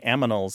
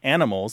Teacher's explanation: it's a common metathesis, the transposition of the sounds · Shown in: first take